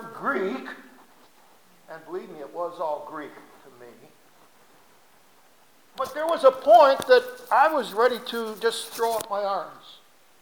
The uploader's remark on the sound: RECORDED SERMON FROM 01-29-2017